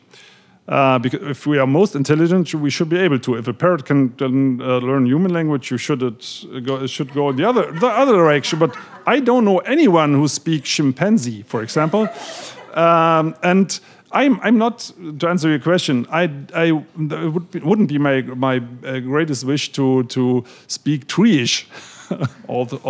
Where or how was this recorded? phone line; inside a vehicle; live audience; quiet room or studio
live audience